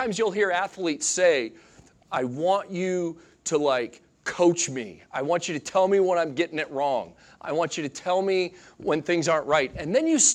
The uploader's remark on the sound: Sunday Morning Sermon Audio